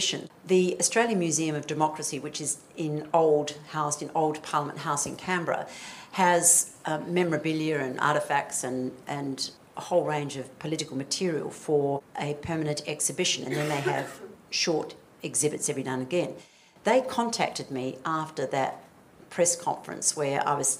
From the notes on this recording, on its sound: A Q+A at the CommBank Women In Focus Conference. Use of the audio from the Women In Focus conference.